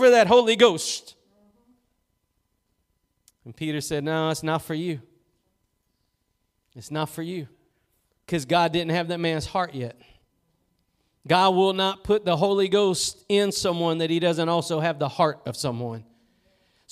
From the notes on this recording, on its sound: Preached at Gospel Lighthouse in Bossier City, La.